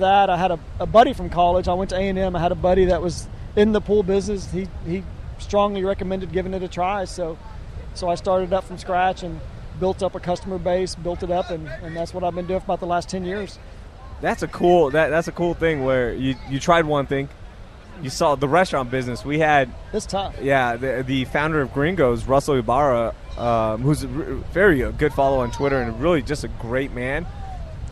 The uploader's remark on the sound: LIVE from Bolivar. Sit down live from the beach.